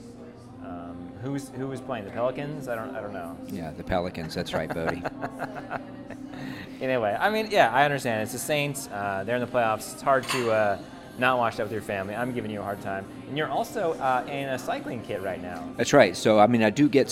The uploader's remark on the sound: Including a live recording from our viewing party at Rouler.